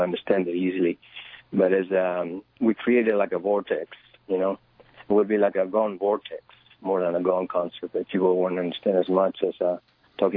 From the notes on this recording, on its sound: we speak by telephone